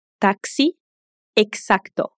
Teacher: O X vai ter som de KS quando está entre vogais.